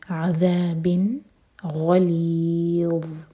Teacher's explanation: तो ये पहचान है कि यहाँ हमें इजहार करना है। तो नून की आवाज़ को क्लियर पढ़ेंगे और होल्ड नहीं करेंगे। अज़ाबिन ग़लीज़, ग़ीन हैवी, ली चार हरका होगा क्योंकि हम व को साकिन करके रुक रहे हैं, तो ये है मध्य आर सुकून।